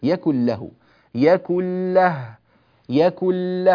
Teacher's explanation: ولم، طبعا الميم هنا حرف غنة، حرف من حروف الخيشوم فتظهر غنتها، لكن لاحظوا يكن له، يكن له، يكن له، أنا أسد أنفي، ومع ذلك لا يوجد أي أثر تلاحظون أنه موجود، لأنه لا علاقة للغنة، لا علاقة للغنة بهذه الكلمة، وبالتالي الأنف لا دخل له أيضا في هذه الكلمة